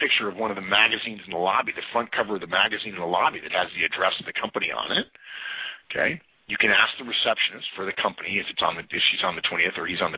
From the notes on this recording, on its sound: November 2011 Conference Call